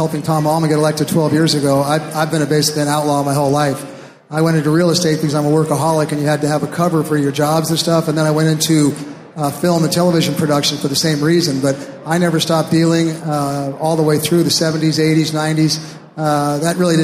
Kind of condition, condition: setting, live audience